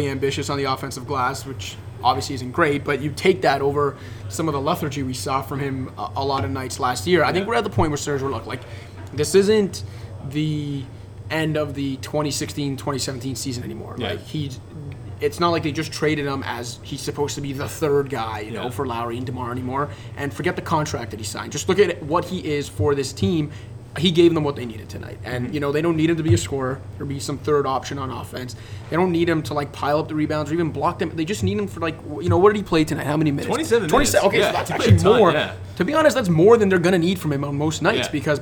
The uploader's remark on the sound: Live! From the Home Opener